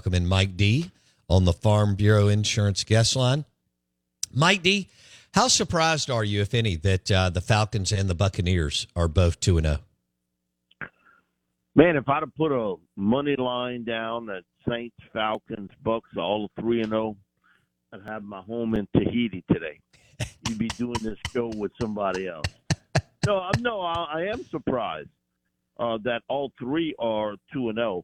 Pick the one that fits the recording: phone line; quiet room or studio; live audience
phone line